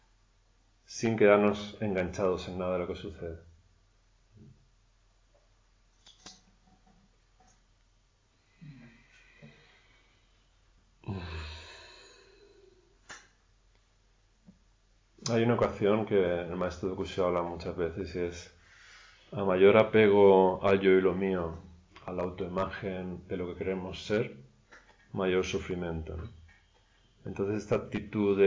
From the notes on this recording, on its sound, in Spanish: La grabación de dos sesiones de enseñanza realizadas durante el pasado retiro de invierno en el templo Luz Serena. La última sesión no se pudo grabar por problemas técnicos.